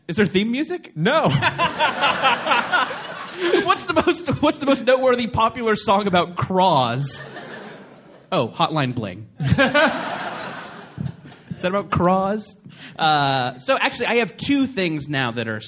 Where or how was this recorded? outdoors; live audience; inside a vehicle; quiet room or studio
live audience